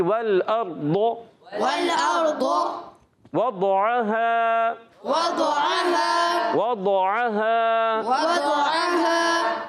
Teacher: واو کی ادائیگی ہونٹوں کی گولائی سے، واو کو لام سے ملائیں گے، لام کو ہلائیں گے نہیں